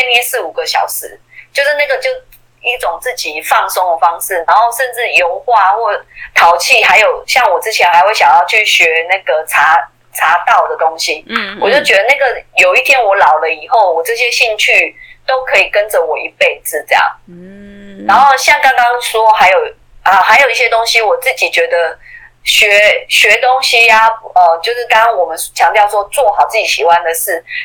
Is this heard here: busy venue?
no